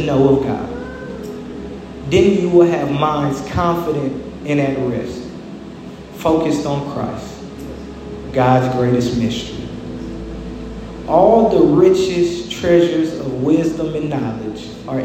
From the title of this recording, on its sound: LIVE from Spirit & Life International Ministries!